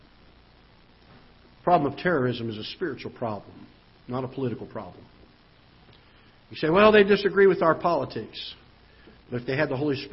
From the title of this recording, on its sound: Ketha Heights Baptist Church ~ Live Broadcast